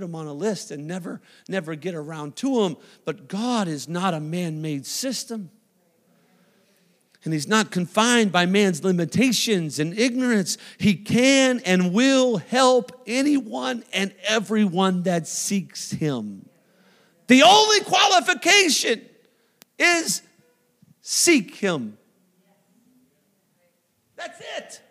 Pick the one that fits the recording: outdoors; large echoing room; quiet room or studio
large echoing room